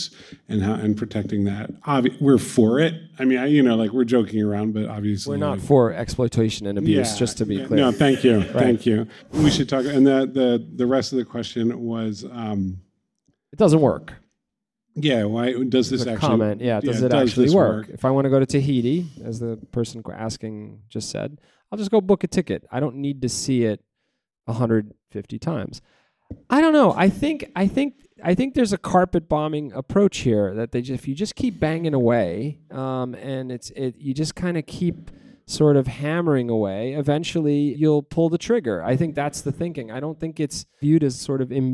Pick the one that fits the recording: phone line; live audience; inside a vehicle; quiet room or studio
live audience